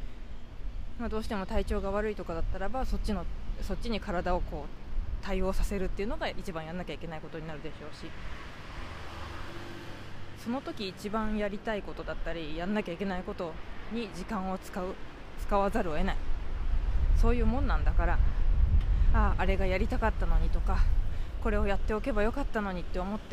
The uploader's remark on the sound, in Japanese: IRig Mic Cast HDの性能はいかに！外を歩きながら収録。浅草から上野まで歩いていく途中でポッドキャストを収録しました。IRig Mic Cast HDを付けたiPhoneを自撮り棒にセットし、棒は伸ばさずに使っています。途中、マイクなしでの録音もしました。